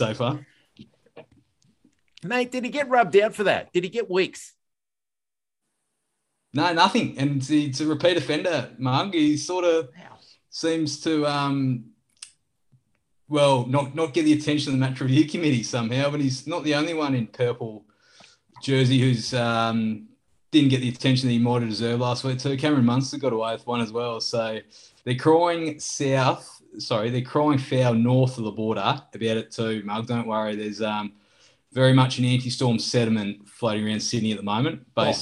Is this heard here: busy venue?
no